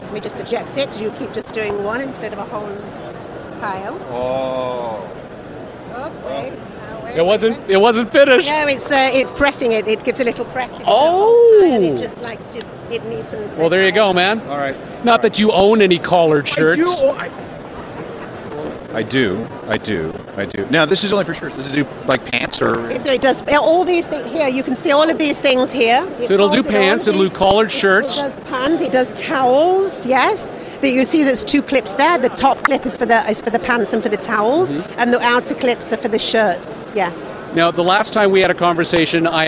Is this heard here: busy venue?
yes